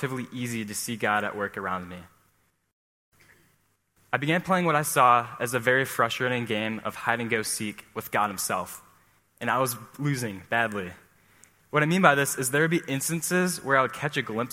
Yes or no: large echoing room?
yes